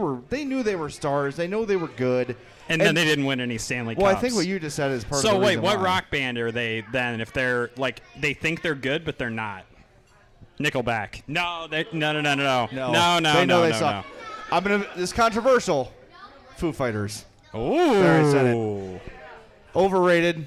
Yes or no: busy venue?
yes